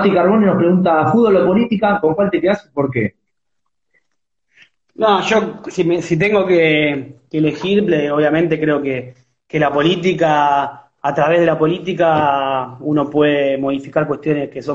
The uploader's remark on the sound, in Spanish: una entrevista desde Instagram Live